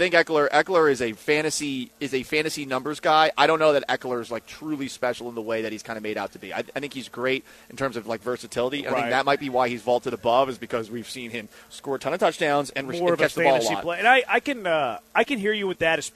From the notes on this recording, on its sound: LIVE from Circa Casino and Resort in Las Vegas!